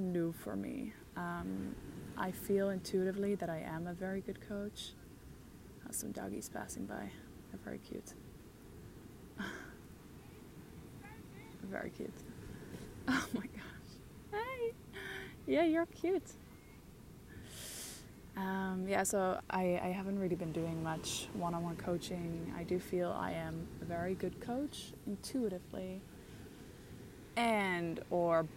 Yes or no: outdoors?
yes